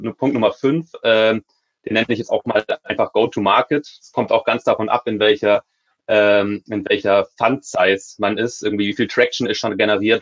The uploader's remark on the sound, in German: Die Podcast-Folge ist ein Mitschnitt unseres Webinars auf unserer Plattform Top 50 Start-ups.